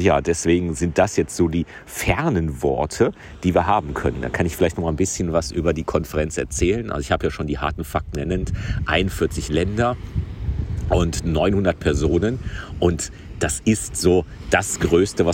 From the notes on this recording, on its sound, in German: BACKSTAGE in Portugal am Strand. LIVE vor Ort in Portugal. Remote aus dem Studio.